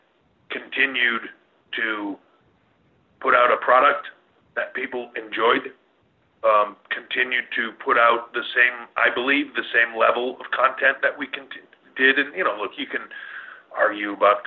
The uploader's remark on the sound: pre Takeover Conference call